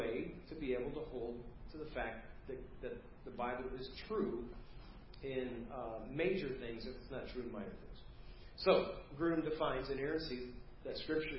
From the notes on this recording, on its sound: preached Wednesday 8/2/2023 at First Baptist Church of Hazel Park